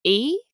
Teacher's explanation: So the high front vowel, it's closed, and front is E because the front of the tongue is high at the front of the mouth